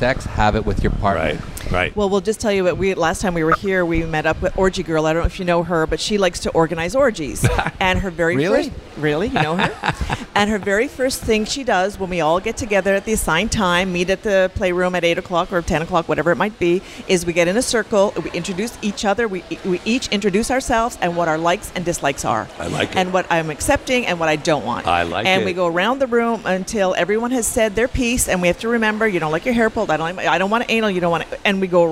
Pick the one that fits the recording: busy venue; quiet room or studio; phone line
busy venue